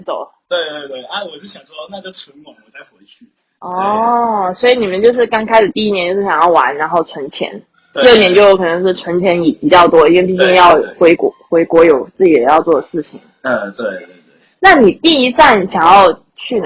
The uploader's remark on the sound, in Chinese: 收音不好請見諒